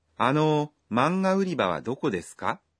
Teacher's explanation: This sentence is a question with か at the end, so be sure to say it with a rising intonation.